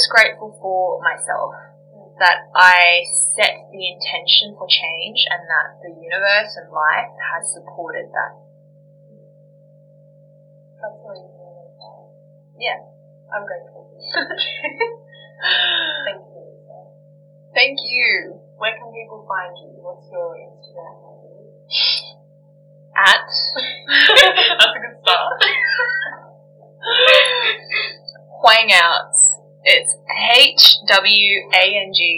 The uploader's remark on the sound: Please excuse the audio quality while I try to navigate the world of audio editing ...